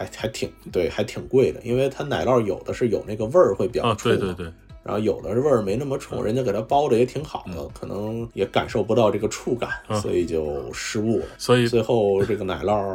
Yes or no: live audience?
no